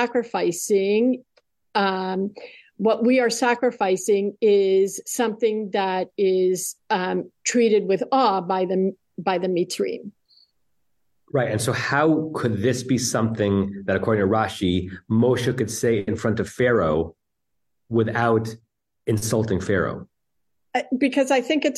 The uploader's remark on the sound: Temple Beth Am, Los Angeles.